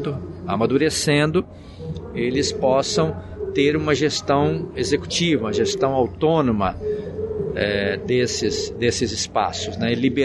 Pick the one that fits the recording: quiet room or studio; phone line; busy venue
busy venue